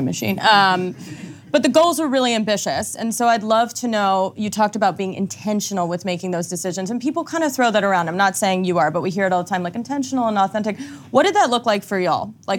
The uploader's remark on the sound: This special episode features a moderated conversation between four sustainability leaders, recorded live from Climate Week NYC.